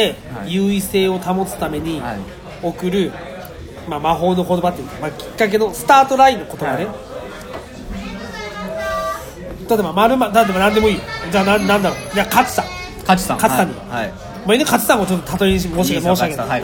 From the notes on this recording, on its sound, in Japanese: 居酒屋収録について。今回は居酒屋にて収録！